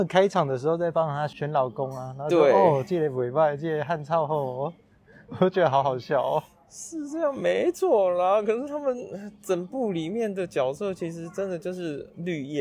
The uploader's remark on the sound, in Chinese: 本集為戶外錄音，家居店ASMR，音質受環境影響較大，介意的朋友請見諒。